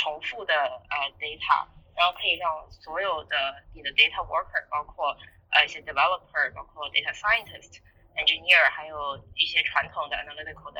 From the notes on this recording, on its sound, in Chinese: 中美连线回放。直播非常反馈好，很多人要求回放，索性就上传到播客里，供大家回味。第一次录音效果不是很好，请大家多担待！